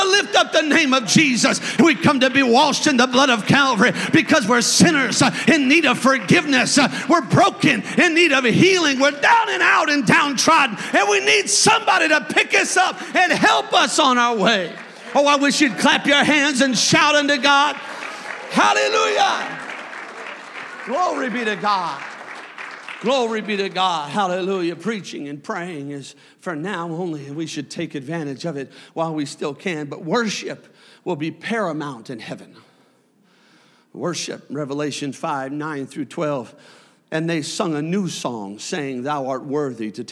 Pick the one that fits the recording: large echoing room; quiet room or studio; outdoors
large echoing room